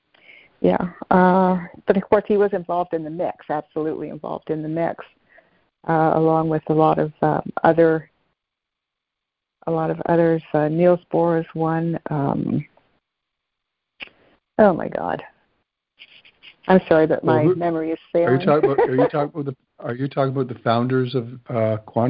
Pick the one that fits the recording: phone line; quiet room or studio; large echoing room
phone line